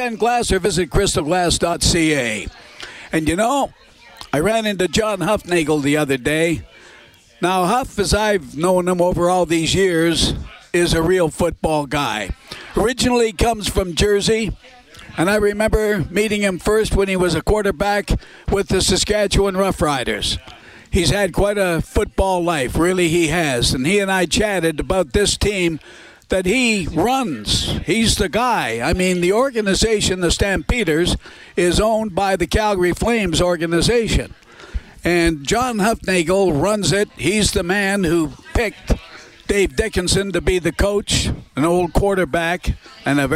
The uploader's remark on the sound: Broadcasts live from the 630 CHED Information Centre at the 2018 Grey Cup Festival for his annual preview show.